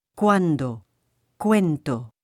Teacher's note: Unlike the English K sound, the Spanish sound is not aspirated, that is, no air is allowed to escape when it is pronounced.